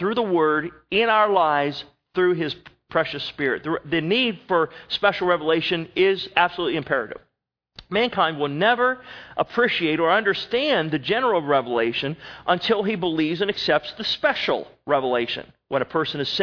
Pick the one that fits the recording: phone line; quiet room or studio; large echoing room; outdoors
large echoing room